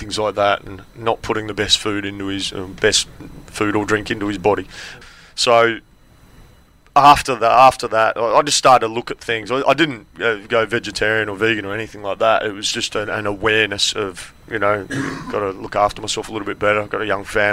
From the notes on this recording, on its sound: Recorded on the Adelaide Oval boundary edge at the day after the Ashes Test in 2017.